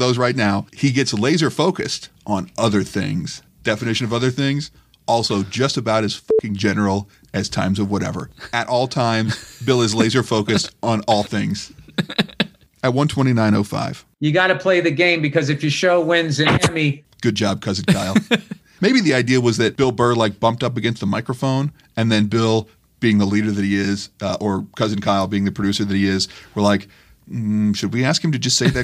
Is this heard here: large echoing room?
no